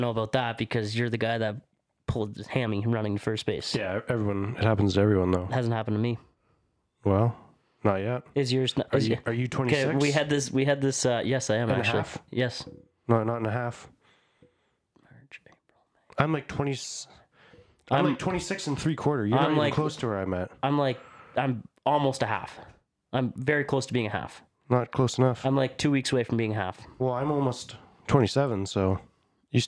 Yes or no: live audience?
no